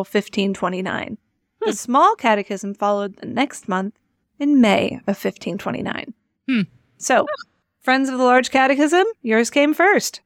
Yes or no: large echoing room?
no